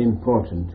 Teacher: This is a phonetic rule, because P is pronounced on the lips, N is pronounced on the teeth, and when you rapidly pronounce in P, the N becomes M, which is pronounced on the lips like the P